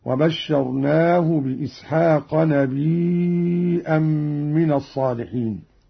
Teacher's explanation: همز قالون الياء وتصير عنده مدا متصلا يمد مقدار 4 حركات هكذا: وبشرناه بإسحاق نبيا من الصالحين.